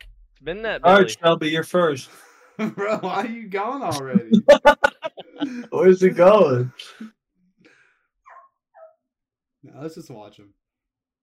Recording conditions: poor sound quality